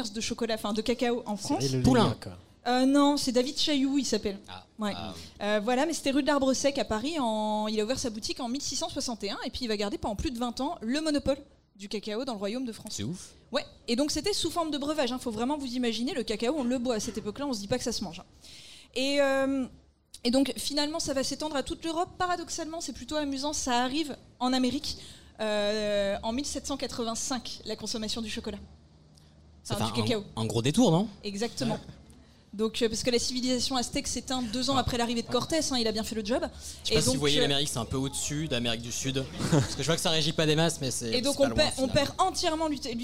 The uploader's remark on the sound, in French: Live au Culture Fest. QUEL PLAISIR d'enregistrer cet épisode en public au Culture Fest !